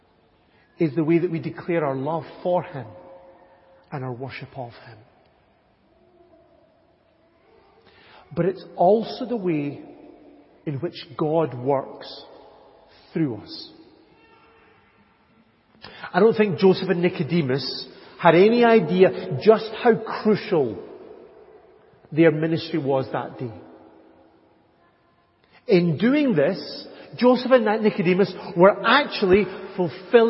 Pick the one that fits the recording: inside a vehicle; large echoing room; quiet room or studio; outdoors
large echoing room